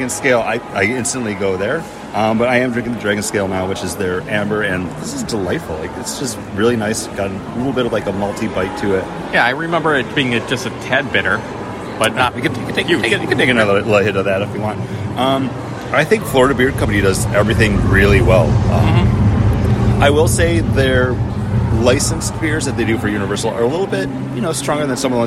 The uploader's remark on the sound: Universal Studios Orlando and Universal's Islands of Adventure. Recorded live in the park.